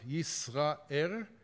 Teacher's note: The Egyptians didn't really have an L, so the L sound becomes an R sound.